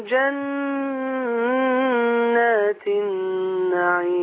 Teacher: انت في جن زودت شوية الغنة ماشي؟ والنعيم قللت الغنة شوية، عايزين نخليها بين الاتنين بقى